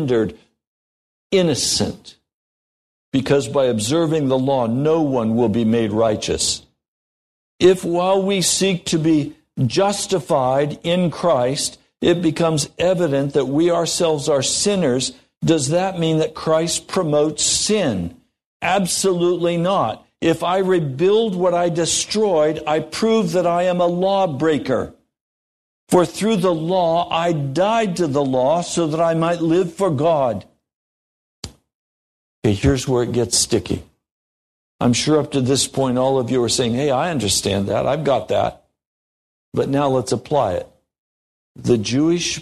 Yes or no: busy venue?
no